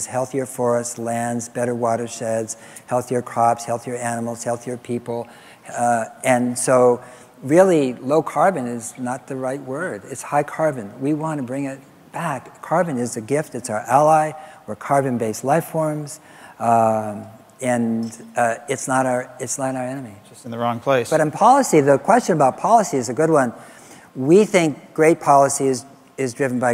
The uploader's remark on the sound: live interviews from GreenBiz events